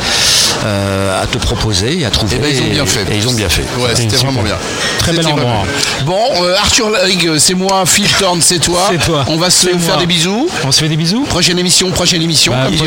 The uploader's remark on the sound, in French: C'est le dernier podcast de l'émission que nous avons réalisée en direct du Dock B, lors de la remise du chèque de 25 105,90 euros.